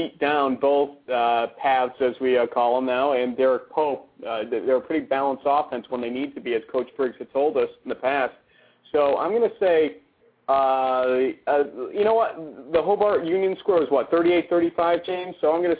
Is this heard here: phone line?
yes